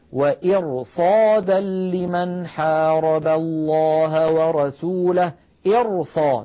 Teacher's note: نفخم الراء مع أن قبلها كسرة